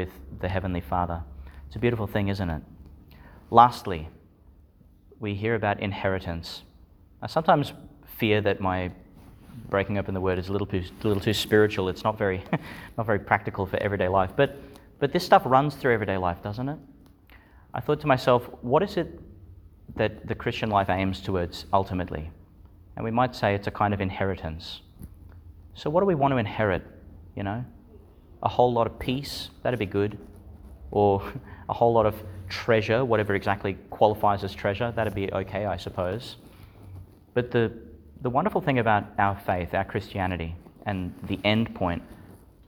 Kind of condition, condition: setting, large echoing room